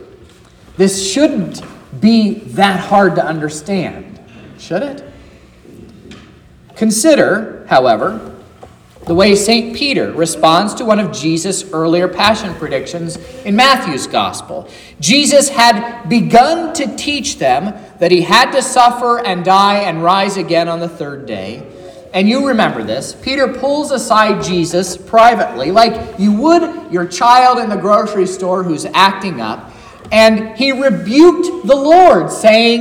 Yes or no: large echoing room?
yes